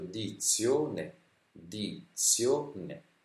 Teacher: l'accento cade sulla zio, cade sulla sillaba zio, di zio ne.